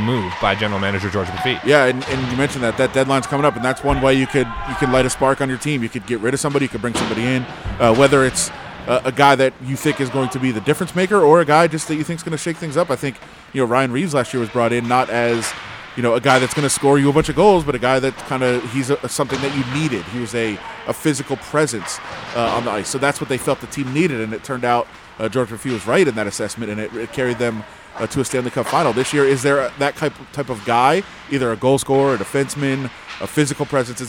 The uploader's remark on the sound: We are on location at City National Arena